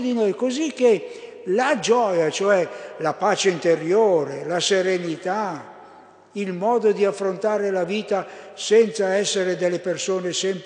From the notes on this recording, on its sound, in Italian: Durante la Santa Messa festiva delle ore 11.15 - chiesa di Vergiate.